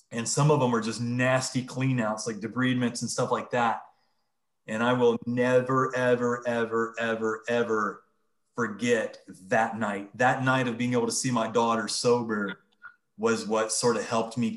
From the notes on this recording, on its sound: Recorded on Zoom.